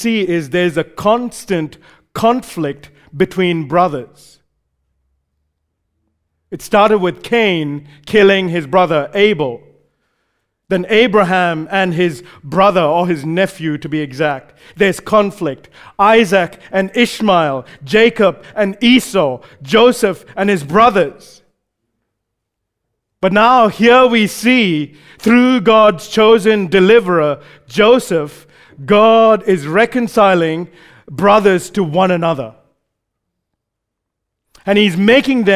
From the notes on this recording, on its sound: Recorded live at Grace Community Bible Church.